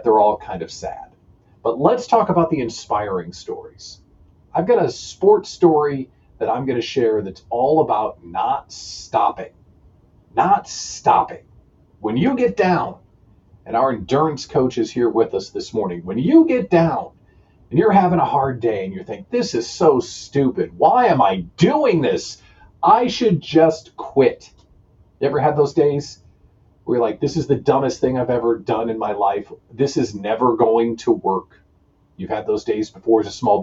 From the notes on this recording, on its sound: (And, yes, my microphone malfunctioned, sorry for the terrible audio.)